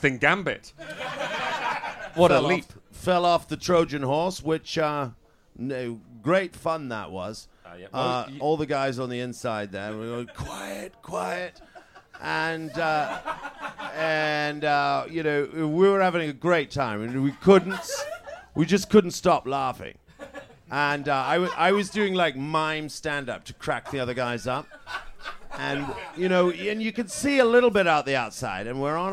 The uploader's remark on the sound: In the second episode to be recorded at the Edinburgh Festival Fringe, we take questions from the floor.